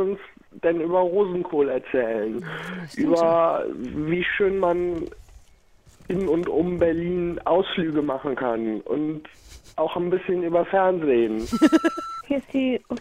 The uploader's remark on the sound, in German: mit einer Open-Air-Folge